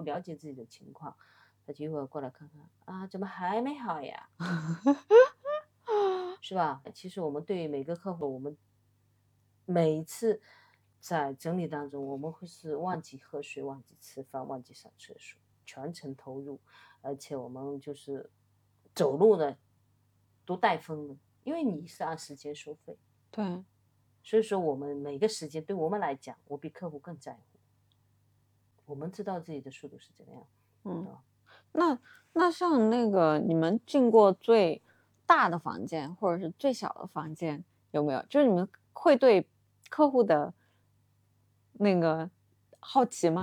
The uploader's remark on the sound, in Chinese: 这期先说明可能收音不是太好，大家见谅